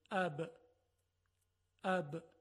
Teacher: وقتی لبها منطبق میشه و برخورد میکنه، حرف ب به وجود میاد. پس مخرج حرف، مخرج حرف با، لبها هست.